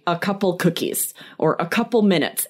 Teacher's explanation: That you will often hear natives say a couple cookies or a couple minutes and you hear them drop the of